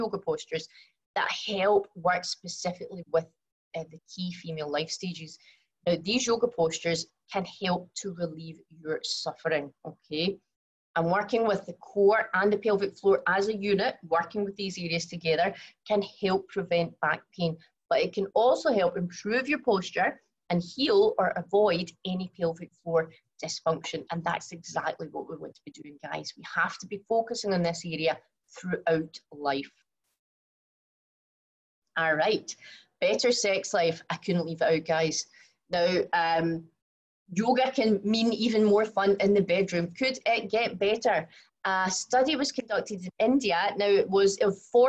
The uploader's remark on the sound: From the live webinar.